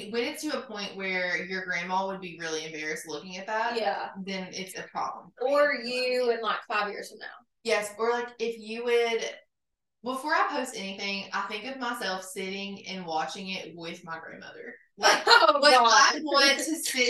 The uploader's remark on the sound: The sound is not great on this episode bc we only had one mic and placed it in the middle :/ that didn't really work lol.